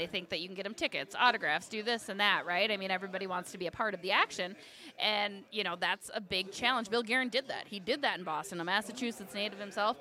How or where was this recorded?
busy venue